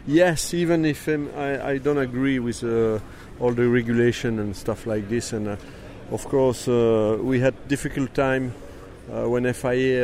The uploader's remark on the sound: conversations from last weekend's Goodwood Festival of Speed, captured by DailySportsCar